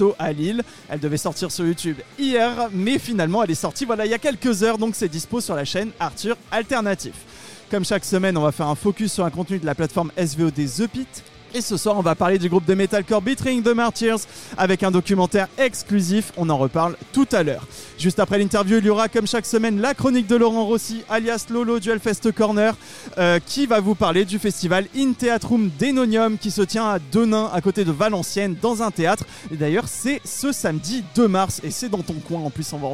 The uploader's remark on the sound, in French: Le podcast Rock et Metal hebdomadaire de la plateforme SVOD THE PIT et Gérard Drouot Productions, enregistré et diffusé en direct dans le bar parisien Hellfest Corner.